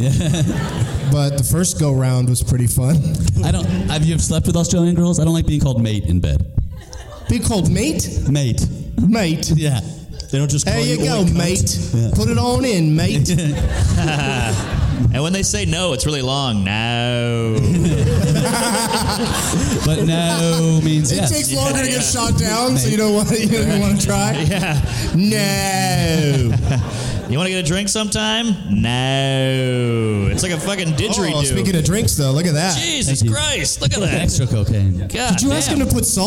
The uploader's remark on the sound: Live from the LOL Comedy Club in San Antonio